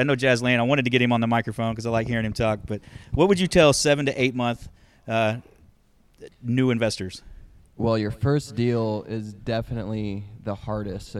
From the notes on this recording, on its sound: Live from Globe Life Field!!! As always we end each day with a live podcast where we let get the guest involved and this year was no different.